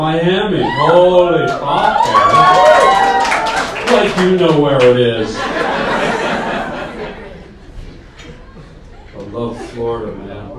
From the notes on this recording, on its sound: LIVE STAND UP COMEDY. Due to some tech issues the Pod will be shorter this week.